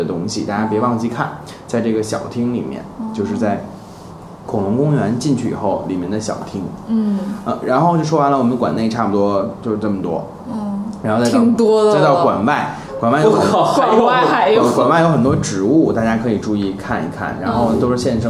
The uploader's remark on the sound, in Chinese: 本期节目为在什么值得买的办公区用录音笔录制，可能有回音及街上的汽车声，请见谅。